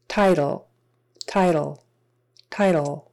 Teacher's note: The L is just there. That last syllable is just an L. You just lift your tongue up and put it behind the teeth. · Term: final L